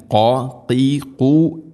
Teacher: കോഫ് തൊണ്ടയുടെ മുകൾ ഭാഗമാണ്, ചെറുനാക്കിൻ്റെ ആ ഒരു ഭാഗം.